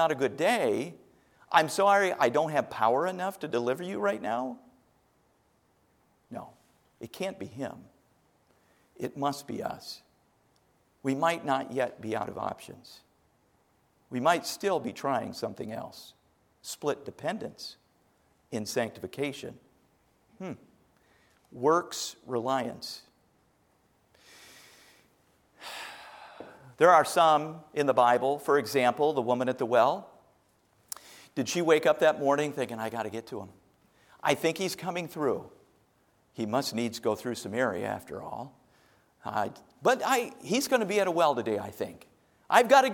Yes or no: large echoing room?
yes